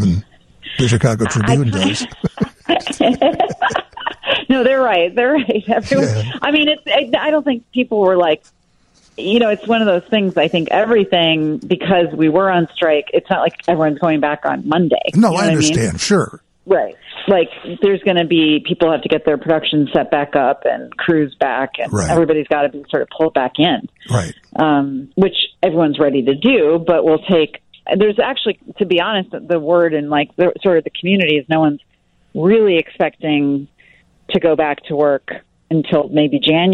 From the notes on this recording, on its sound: join us via the phone live from California